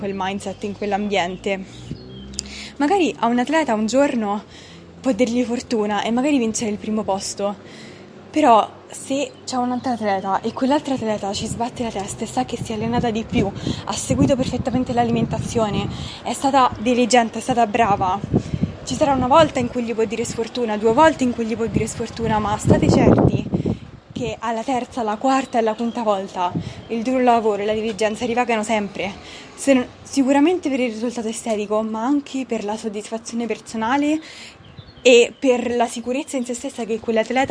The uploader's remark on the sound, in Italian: Mi scuso in anticipo per il rumore delle macchine di sottofondo e il fiatone, ho registrato l'episodio all'aperto durante una passeggiata.